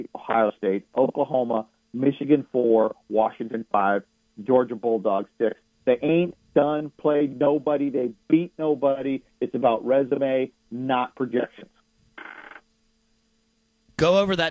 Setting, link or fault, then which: link, phone line